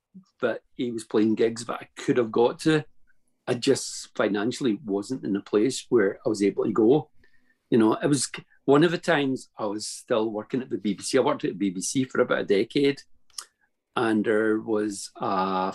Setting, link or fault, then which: link, video call